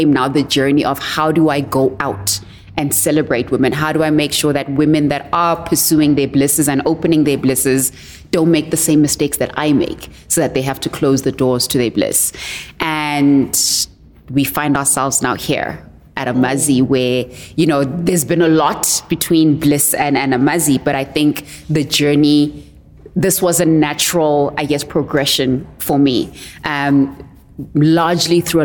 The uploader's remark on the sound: Introducing South Africa’s only podcast recorded at a beauty salon…where real conversations happen over a manicure and pedicure.